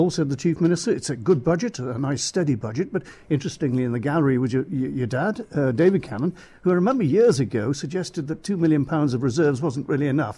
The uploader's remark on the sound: The annual Baker Tilly Isle of Man Budget Programme live from the Millennium Room at Legislative Buildings.